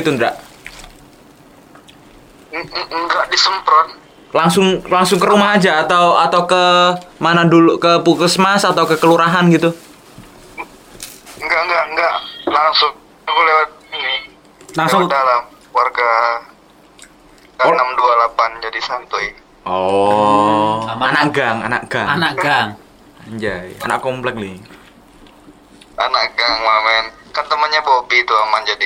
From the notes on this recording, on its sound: Podcast via phone.